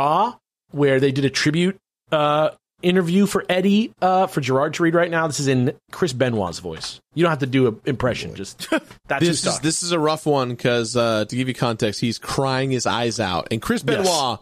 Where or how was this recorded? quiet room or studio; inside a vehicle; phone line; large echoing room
quiet room or studio